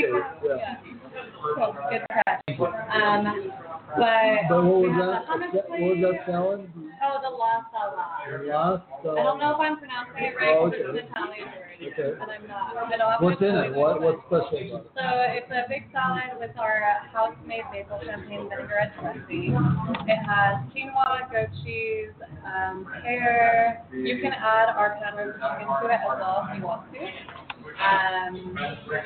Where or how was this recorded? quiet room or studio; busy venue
busy venue